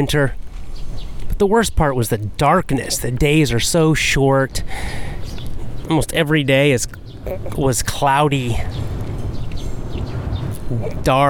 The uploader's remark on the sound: Walk n Talk